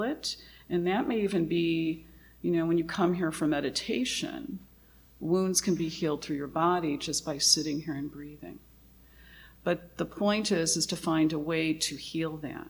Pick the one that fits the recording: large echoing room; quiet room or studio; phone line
large echoing room